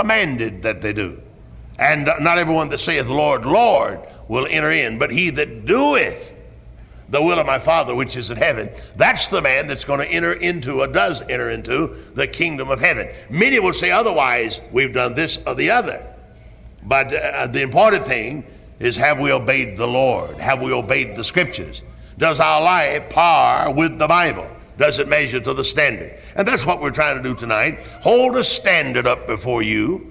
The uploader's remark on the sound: Originally preached at Tabernacle Baptist Church in Greenville, SC on July 8, 1973.